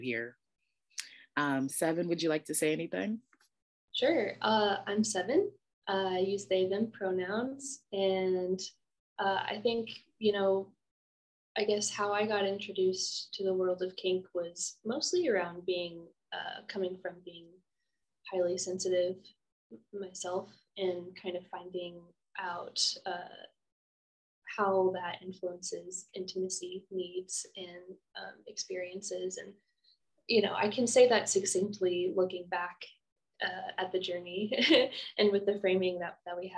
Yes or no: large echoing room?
no